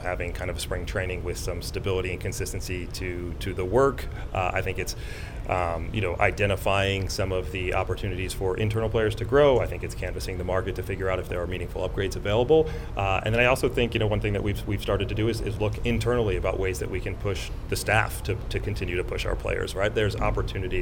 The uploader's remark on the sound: Meets The Media On Day 1 Of The GM Meetings. Answer questions from the Boston media.